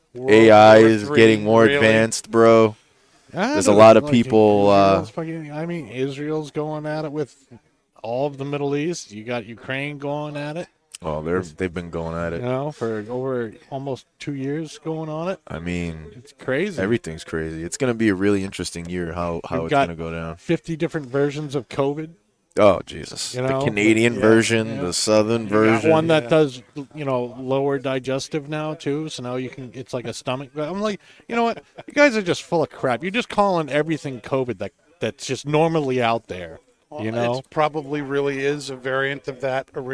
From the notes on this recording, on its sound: Recorded live from the 7-20-4 Lounge!